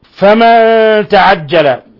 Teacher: نون ساكنة بعدها التاء، الحكم التجويدي إخفاء حقيقي